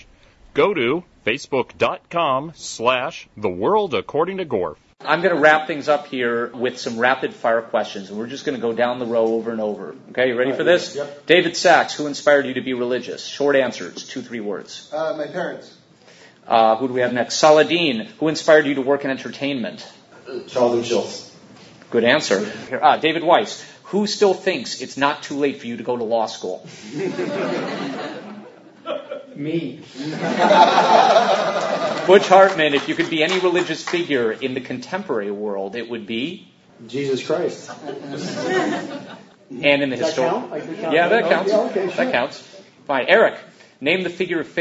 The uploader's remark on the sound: Exploring Heroes & Faith at Stan Lee's Comikaze Convention. A panel he was part of at Stan Lee's Comikaze Convention in Hollywood, LA.